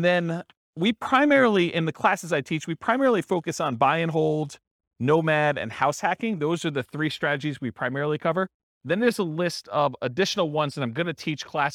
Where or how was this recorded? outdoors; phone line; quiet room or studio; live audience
live audience